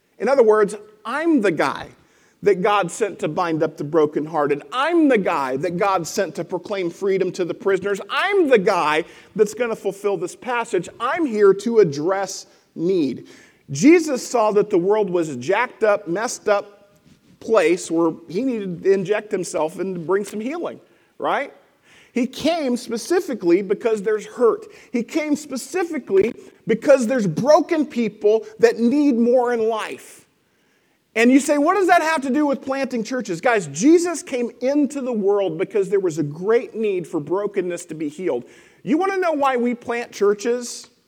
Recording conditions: large echoing room